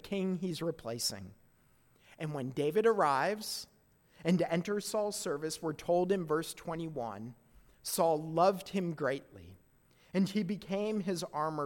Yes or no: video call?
no